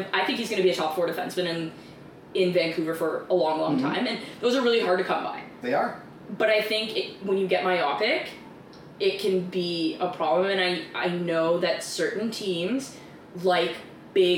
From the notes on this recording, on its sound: Apologies for the bad audio on this episode, we had some hiccups with the new microphones